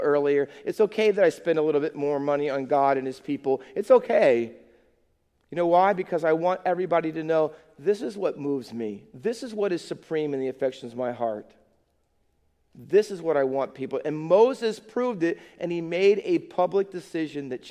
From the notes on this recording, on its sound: Faith Baptist Church in Hamilton, NJ.